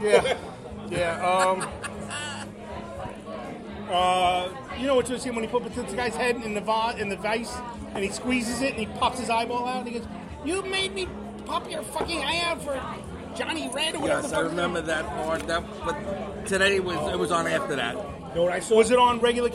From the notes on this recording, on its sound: We recorded from Craft Kitchen & Taphouse in Wantaugh for Trivia Night. We did record as the food showed up. The podcast this week was recorded via iRig app on the iPhone.